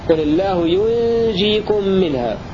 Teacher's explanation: وقرأ الباقون بسكون النون وتخفيف الجيم